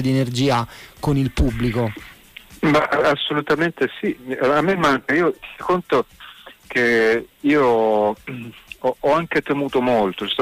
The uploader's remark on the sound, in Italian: Live dai nostri studi in collegamento telefonico.